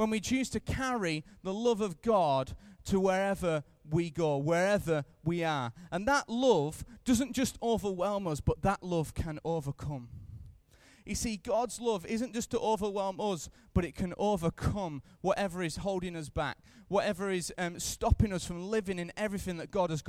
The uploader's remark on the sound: Recorded live at Life Church on Friday 3rd April 2015.